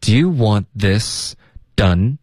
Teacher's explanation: done 结尾舌尖要顶上颚，千万不要用一个 on 的音